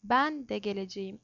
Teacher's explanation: Bağlaç ve ilgeç olan da de vurgusuzdur. Vurgu ondan önce gelen sözcüğe yapılır.